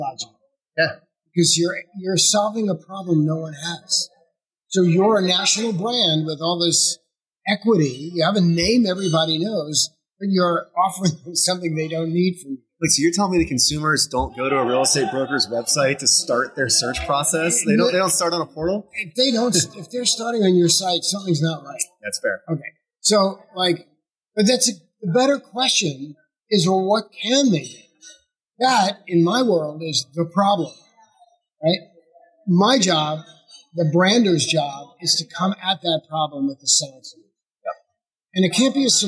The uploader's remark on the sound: In this live interview at HousingWire Annual in Austin, Texas